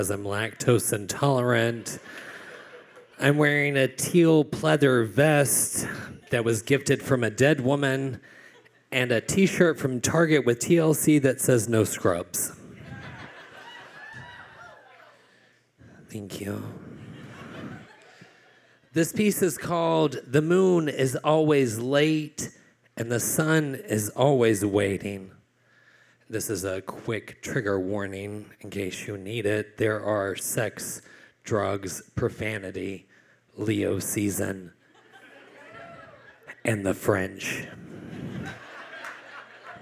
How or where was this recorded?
live audience